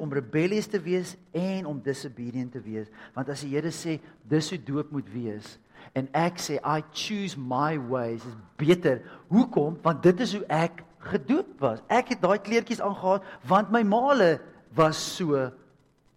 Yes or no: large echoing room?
yes